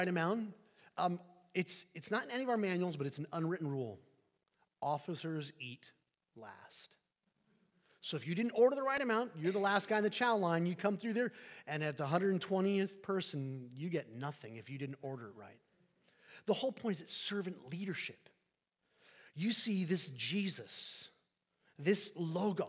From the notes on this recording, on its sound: Sermon preached on New Year's Eve 2023 at St Peter the Fisherman, New Smyrna Beach